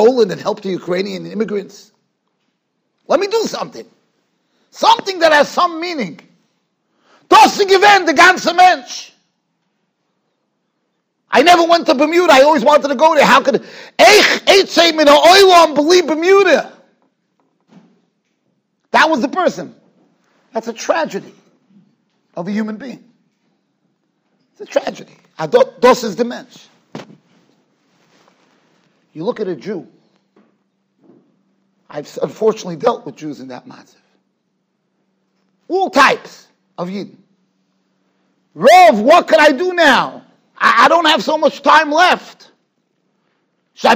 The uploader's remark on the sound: Shiur recorded in Yeshivas Ohr Reuven, Monsey NY.